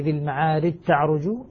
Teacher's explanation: يعني أدغم الجيم في التاء · Term: إدغام الجيم